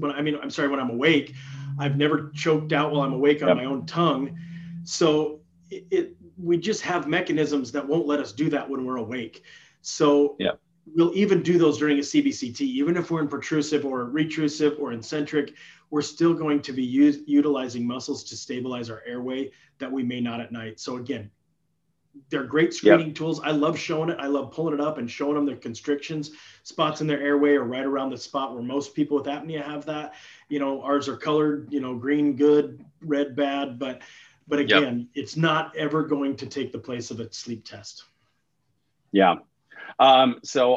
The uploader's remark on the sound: During this live interactive webinar.